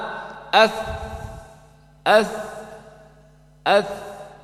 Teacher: ketika mengucapkan huruf-huruf hamas, pita suaranya terbuka · Term: Hams